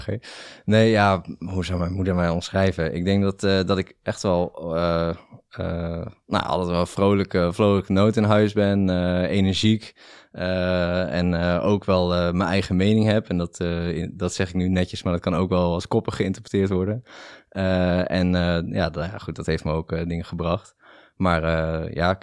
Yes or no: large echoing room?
no